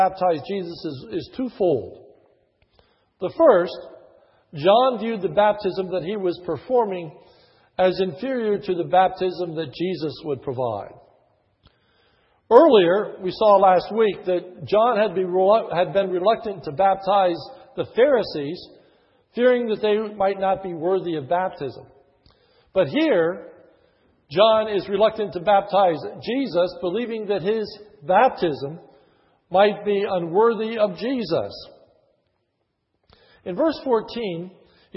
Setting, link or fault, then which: setting, large echoing room